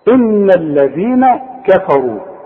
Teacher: ان الذين كفى رو. الراء هي اللي عندي المفخمة فقط لانها مضمومة